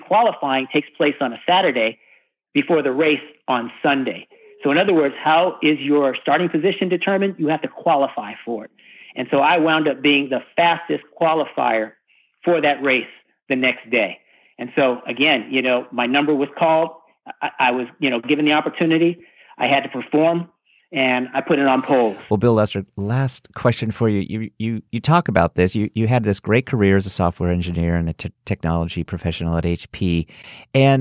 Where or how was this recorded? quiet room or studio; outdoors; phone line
phone line